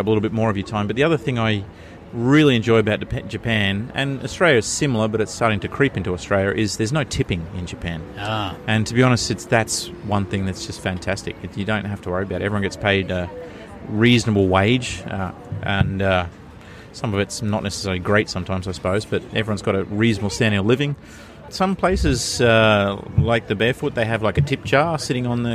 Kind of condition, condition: setting, busy venue